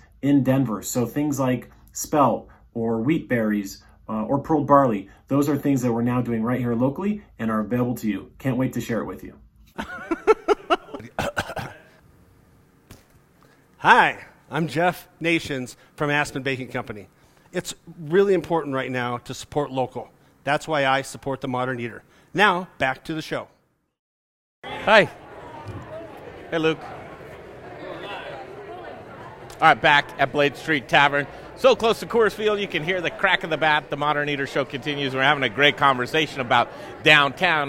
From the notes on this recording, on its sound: Close you can hear the crack of the bat! Live at Blake St. Tavern for opening day! Close to Coors field you can hear the crack of the bat!